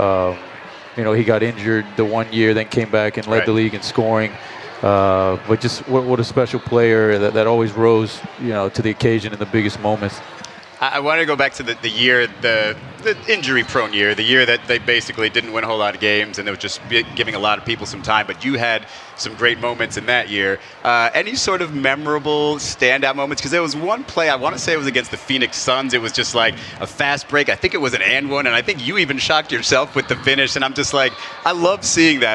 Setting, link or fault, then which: setting, busy venue